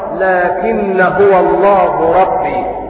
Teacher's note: ولكن حرف استدراك، حرف استدراك وتقدير الكلام، لكن أنا أقول هو الله ربي، فحذفت الهمزة وأدغمت النون في النون فصارت لكن هو الله ربي.